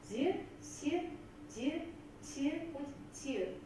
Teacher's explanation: diese Laute quasi ein Mittelwert zwischen der S- und der Sch-Reihe sind · Term: mittelsibilantische Laute